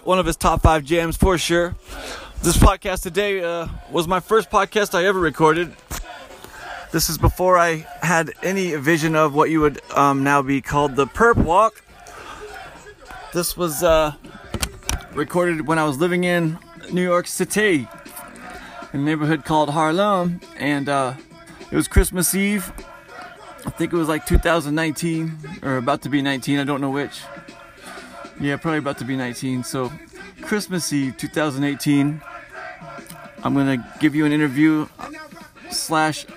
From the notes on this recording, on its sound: This is a recording that I took from a gentleman I met on Christmas Eve of 2018. Right outside the liquor store -We were both stumblin, lonely and just started chatting on the mean streets of Harlem.